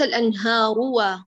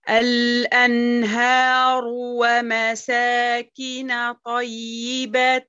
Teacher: لا تدغمي الضم في الواو افصلي بينهما · Shown in: second take